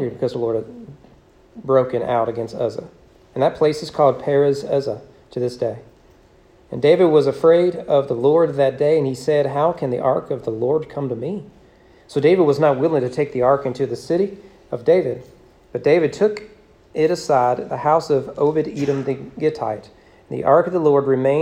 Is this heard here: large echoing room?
yes